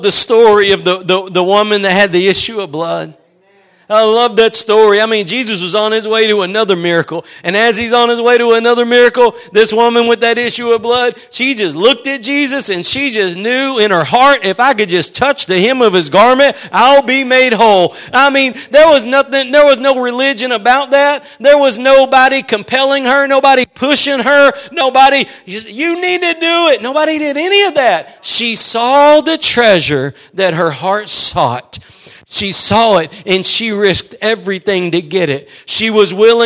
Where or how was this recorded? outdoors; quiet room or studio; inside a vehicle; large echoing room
large echoing room